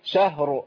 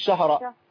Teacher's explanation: سكني اخر حرف بتقفي عليه، شهر مش شهره · Shown in: first take